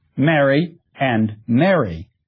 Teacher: Mary, M-A-R-R-Y, and Mary tend to be pronounced in the same way.